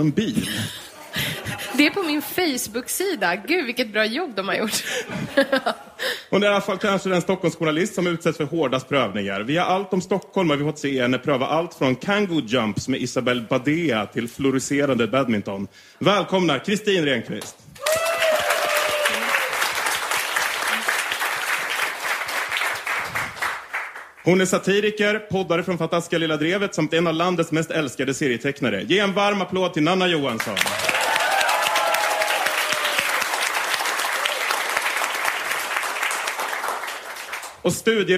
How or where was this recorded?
live audience